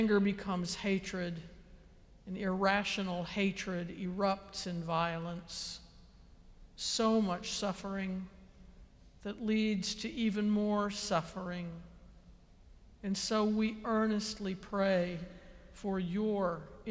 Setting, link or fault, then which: setting, large echoing room